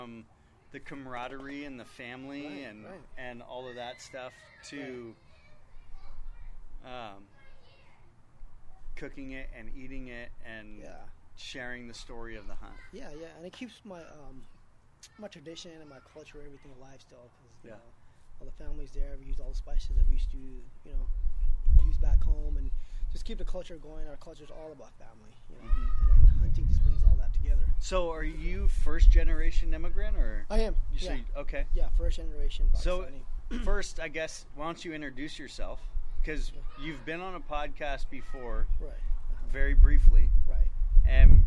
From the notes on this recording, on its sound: the audio is ridiculously low!